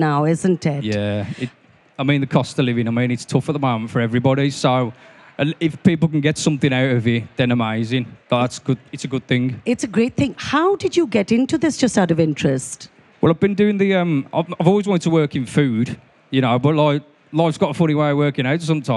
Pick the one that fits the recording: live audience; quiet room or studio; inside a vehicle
live audience